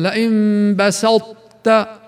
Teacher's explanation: وكذلك كلمة بسطت في سورة المائدة، لئن بسطت، فيتم المحافظة على ترقيق الباء والسين والتاء بسا، وأما الطاء فتسقط مع بقاء صوت وهمي مفخم لها · Term: إدغام متجانسين ناقص